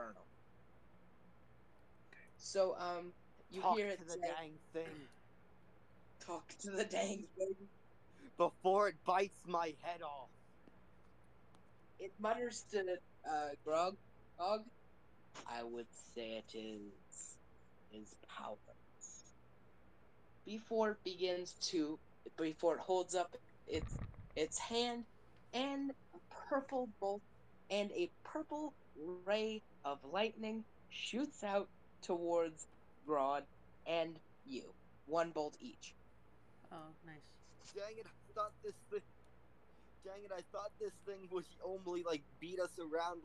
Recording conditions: uneven or low level